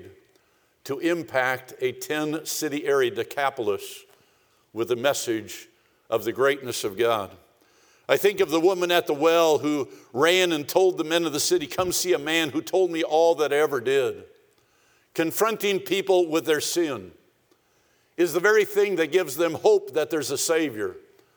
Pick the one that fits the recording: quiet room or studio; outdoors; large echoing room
large echoing room